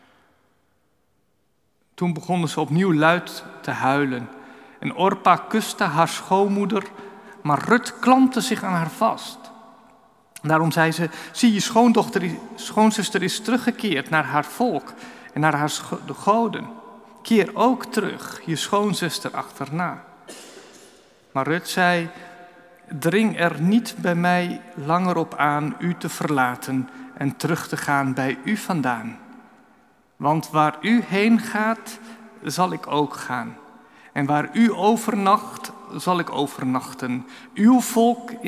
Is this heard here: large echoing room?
yes